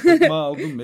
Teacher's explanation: İkinci ve son hecedeki E ve İ'ler de A olur.